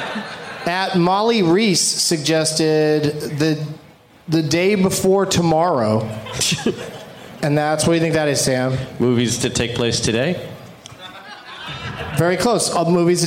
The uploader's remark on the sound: Live from the House of Blues in San Diego